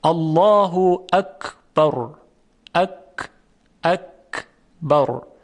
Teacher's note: در تلفظ حرف کاف موقعی که هوا از ششها خارج میشه و از میان تارهای صوتی عبور میکنه، تارهای صوتی ارتعاشی ندارند